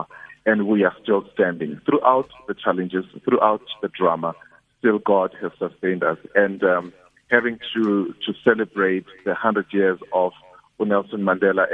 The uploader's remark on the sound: GUEST (phone)